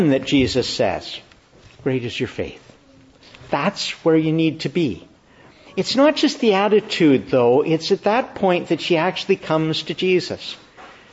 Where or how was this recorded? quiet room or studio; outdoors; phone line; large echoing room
large echoing room